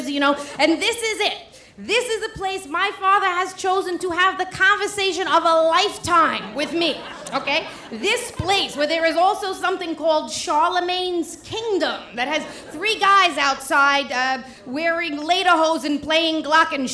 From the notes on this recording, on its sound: In this hour we’ll travel around the country to hear stories from our live open mic StorySLAM events: Louisville, Kentucky; San Francisco; Burlington, Vermont; Portland, Oregon; as well as the birthplace of the Moth StorySlam, New York City.